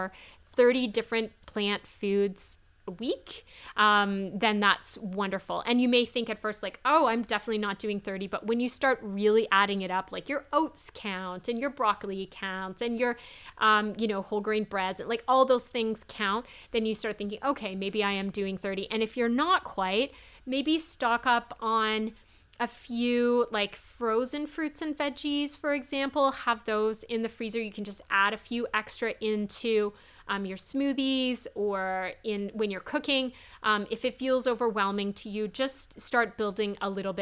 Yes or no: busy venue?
no